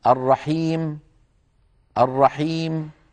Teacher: يسكنون الميم لكن يبقون من الضمة فقط شكلها، فيقولون الرحيم الرحيم، يعني يضمون الشفتين من غير صوت. · Term: الوقف بشكل الحركة